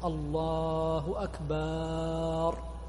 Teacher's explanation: إشباع حركة الباء الفتحة في قول المؤذن الله أكبر · Term: إشباع الحركة